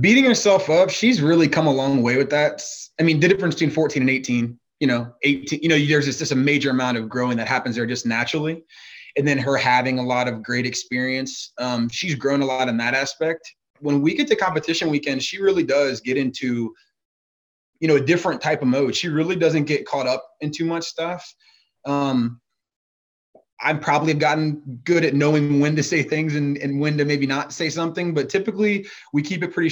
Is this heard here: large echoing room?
no